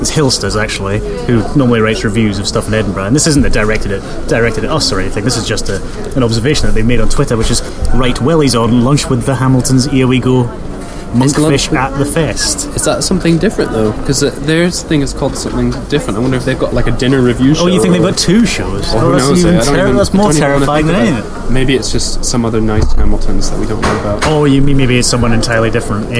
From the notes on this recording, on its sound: Instead, we were sheltering from the rain in the bar of the echoey Pleasance Dome.